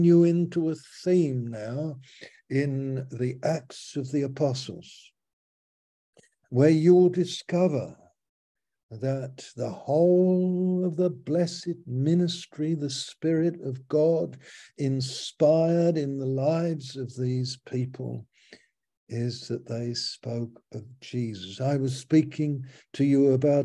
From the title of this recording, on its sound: Malaysia Meets (Zoom)